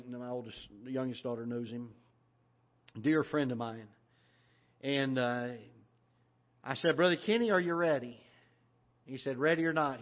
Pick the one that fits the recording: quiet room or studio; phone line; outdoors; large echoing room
large echoing room